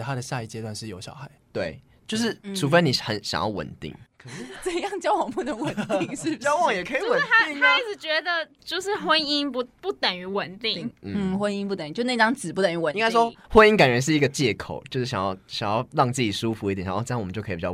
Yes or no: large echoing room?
no